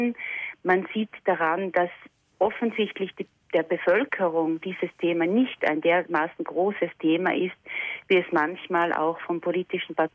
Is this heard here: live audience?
no